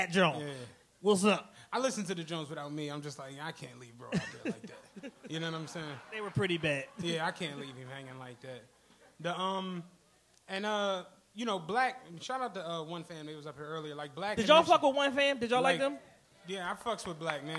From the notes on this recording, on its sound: returned to the venue of their first live show Punchline Philly to celebrate with some members of #TRPENATION!